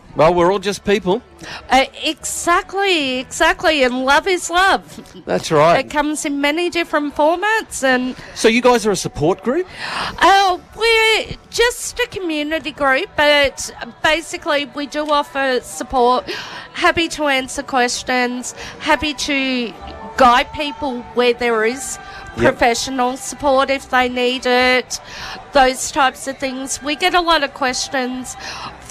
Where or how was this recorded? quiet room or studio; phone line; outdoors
outdoors